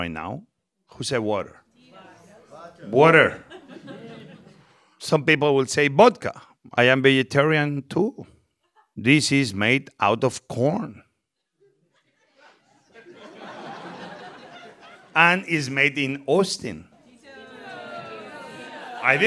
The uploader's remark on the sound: a live taping of What's Good